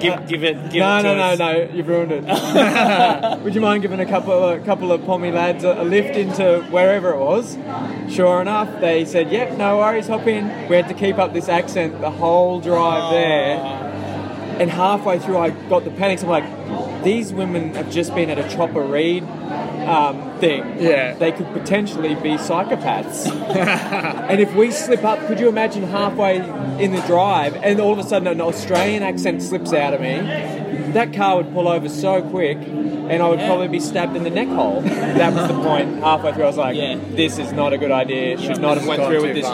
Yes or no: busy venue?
yes